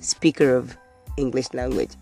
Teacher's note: Now, I just made use of the linking R when I said speaker of English language.